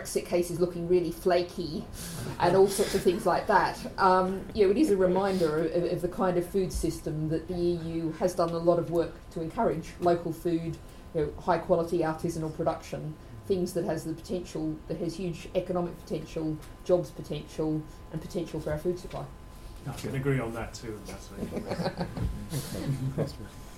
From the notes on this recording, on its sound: UKAndEU conference panel.